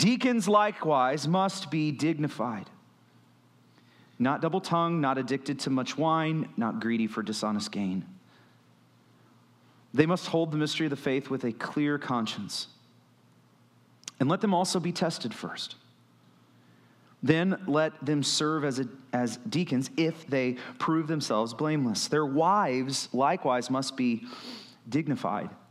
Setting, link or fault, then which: setting, large echoing room